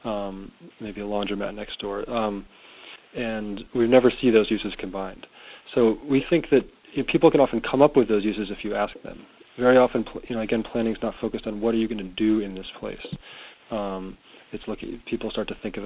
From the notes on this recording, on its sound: Call recorded on February 10, 2011.